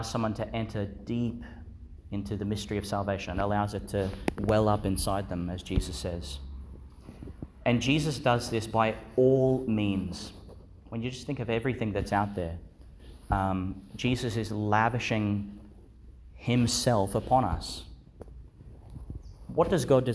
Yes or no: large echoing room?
yes